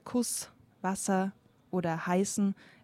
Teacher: wenn ihr euch da die Hand wieder auf den Hals legt, merkt ihr beim S, dass da an der Stelle nichts vibriert. · Term: stimmlos